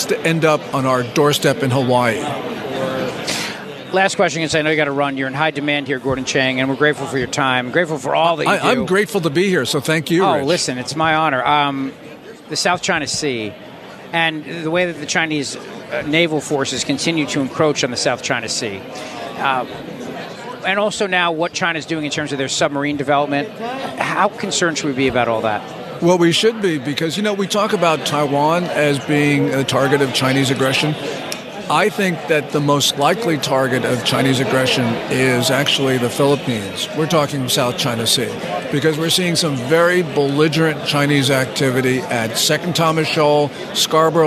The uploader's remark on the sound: LIVE from CPAC in Washington D